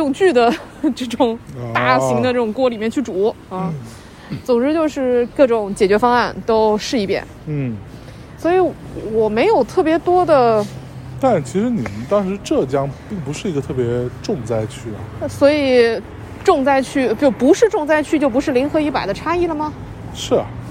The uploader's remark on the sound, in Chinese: 这是一期在大年二十九晚上录制的节目。在基本没人的路上走了一大圈，并用手机录制了这期节目。